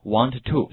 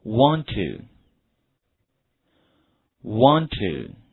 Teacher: 注意 want 和 to 的话是一个叠合，不要说成 want to,是 wantto。Wantto。对了，读成一个单词的感觉。 · Shown in: second take